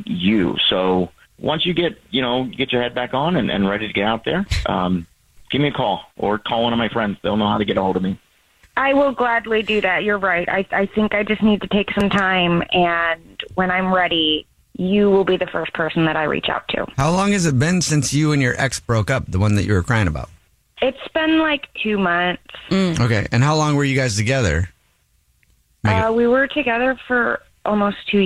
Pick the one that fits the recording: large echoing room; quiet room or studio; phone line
phone line